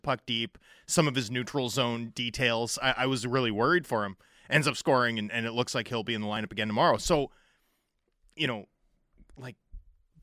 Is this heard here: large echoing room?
no